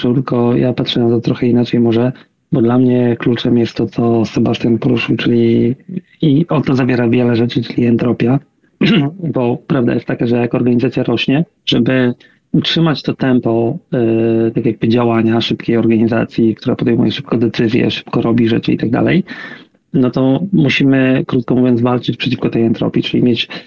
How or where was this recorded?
video call